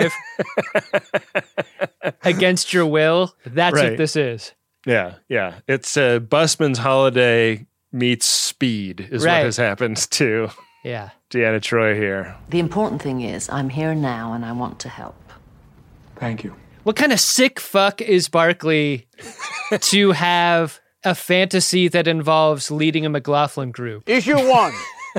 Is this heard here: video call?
no